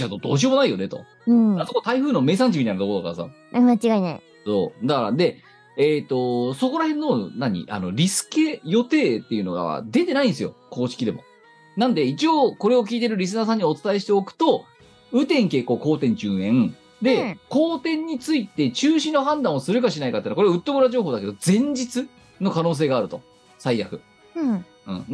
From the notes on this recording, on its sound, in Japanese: 本番組はリモート収録です。収録時環境の影響により、全体的に聴き取り辛くなっております。途中で色々とノイズ等入りますが、収録時のものです。音声が通信状態の問題で欠落している部分があります。